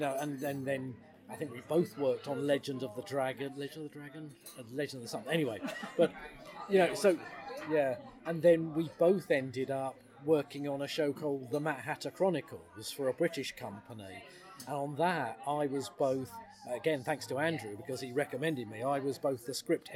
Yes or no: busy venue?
yes